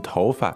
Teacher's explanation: you might hear it as a neutral tone, as in 头发, or you might hear it as fourth tone